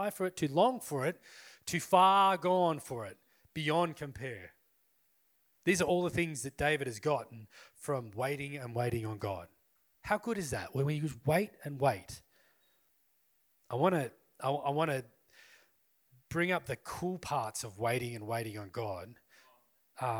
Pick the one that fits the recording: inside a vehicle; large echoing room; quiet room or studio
large echoing room